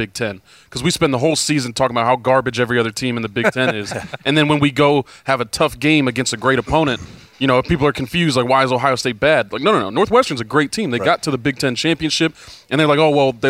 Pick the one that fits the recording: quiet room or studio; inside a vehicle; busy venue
busy venue